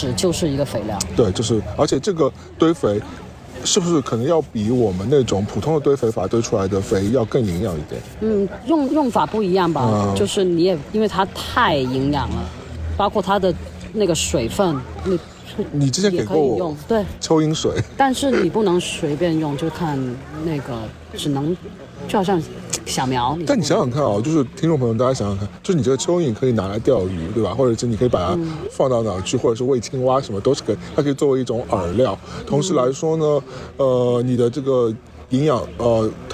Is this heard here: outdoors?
yes